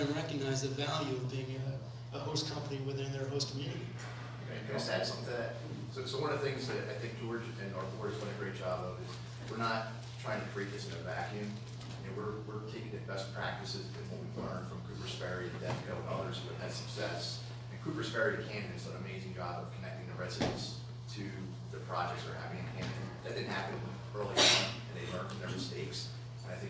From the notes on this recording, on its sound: Audio recording from the 11/14/17 Trenton Area Stakeholders Meeting hosted by Greater Trenton